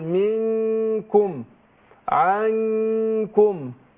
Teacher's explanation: فلو كان الحرف اللي بعد النون الساكنه حرف مستفل حرف مرقق زي منكم زي الكاف هنا، يبقى برقق الغنه اللي هي غنه النون